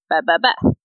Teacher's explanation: You're using both of your lips, and it's a quick expulsion of breath. · Term: bilabial plosive sound